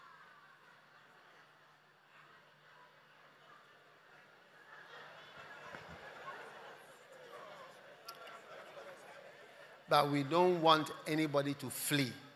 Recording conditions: large echoing room